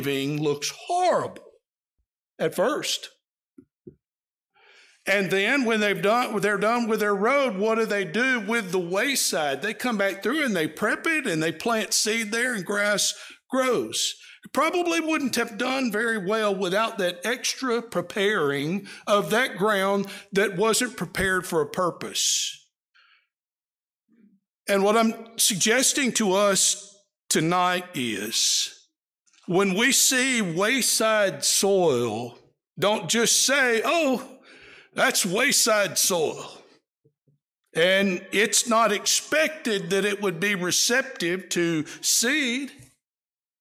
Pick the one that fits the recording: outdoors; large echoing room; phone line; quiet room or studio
large echoing room